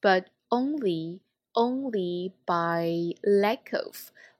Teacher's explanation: but 尾音可以被轻微释爆掉哈